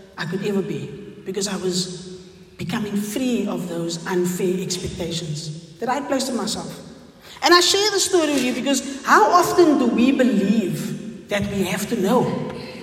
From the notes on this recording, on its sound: Recorded on the 1st Sunday in Advent at St John's Wynberg